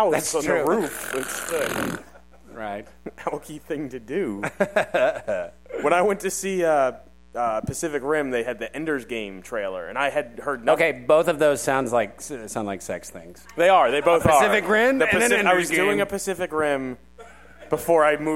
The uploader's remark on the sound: We are live from Nauticon Provincetown Massachusetts